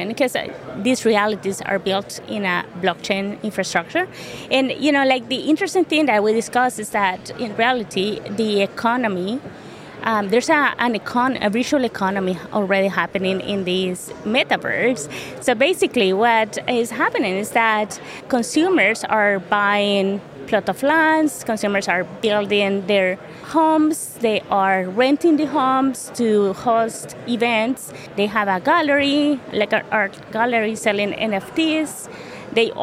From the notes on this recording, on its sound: Recorded in partnership with Freemarket at FinTech Connect, that took place at the Excel in London. We recorded a series of interviews from the Freemarket booth with a number of the speakers and attendees at the event.